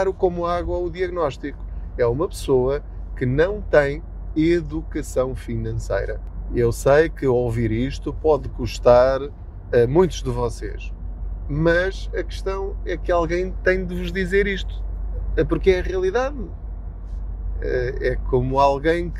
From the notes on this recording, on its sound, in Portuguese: Não ligue aos barulhos da viagem.